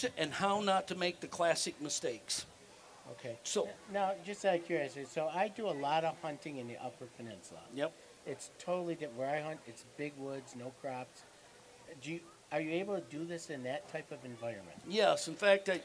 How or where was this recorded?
busy venue